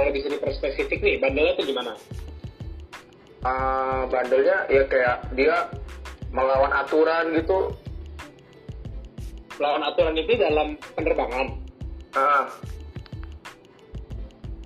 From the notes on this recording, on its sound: Episode ini direkam saat pandemic COVID-19 sedang menyebar dimana-mana sehingga rekaman ini direkam dengan cara Record from Home. We are so sorry for the sound & voice quality which is not our best at the moment.